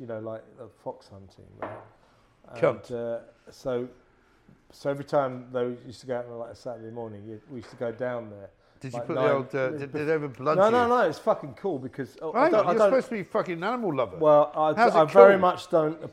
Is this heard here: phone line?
no